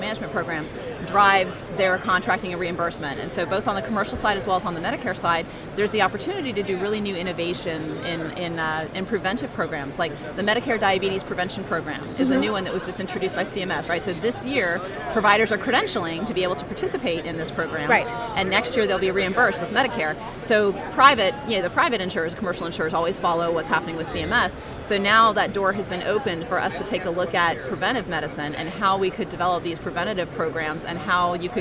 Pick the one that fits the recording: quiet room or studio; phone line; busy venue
busy venue